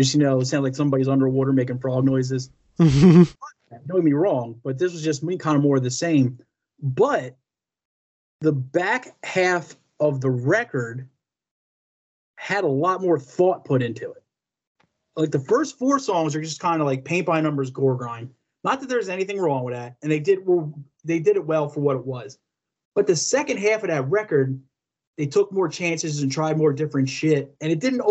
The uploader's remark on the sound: LOCKDOWN ISOLATION EPISODE. Skype episode this week.